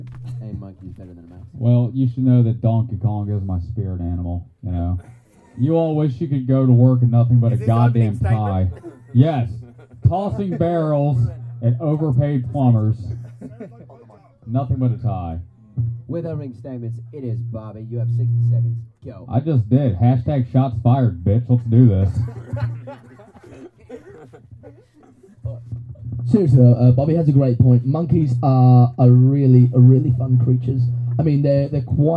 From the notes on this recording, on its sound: Live from the Stoke Travel campsite in Pamplona. Straight outta the searing heat.